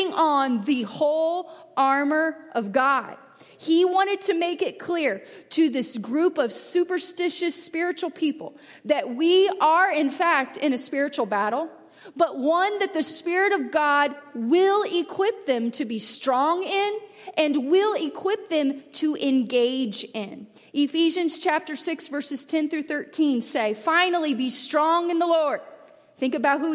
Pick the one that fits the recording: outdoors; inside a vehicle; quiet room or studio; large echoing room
large echoing room